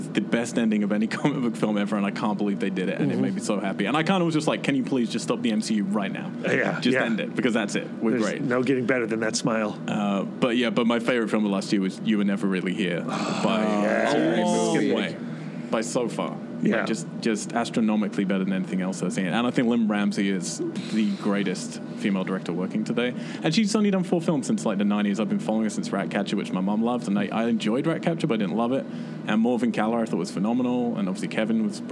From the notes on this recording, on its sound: The conversation was recorded on site at the Lost Weekend XI film festival at the Alamo Drafthouse in Winchester, Va. The conversation was recorded on site at the Lost Weekend XI film festival at the Alamo Drafthouse in Winchester, Va.